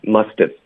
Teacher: 的音呢会轻化。OK，因为我们尤其是在这种虚词上不重要的，right？ It's just 语法，因为语法需要说这个 have，所以呢，它的 v 的音呢，我们不想要特别费劲的把它发出来。Musthave， I must havepacked，会觉得很别扭。所以这个 v 的音呢，其实我们会把它轻化，那也是跟刚刚这个漱口水的这个概念是一样的，是要挤出这个 f 的音，所以我们会发 does。所以大家需要练习，就在坐在那边没事呢，就是用嘴巴里的气，不用肚子的气，把它送出这个 F 的音 musthave，然后这一点点这个小轻的一个 F 的音就代表这个 V 的音了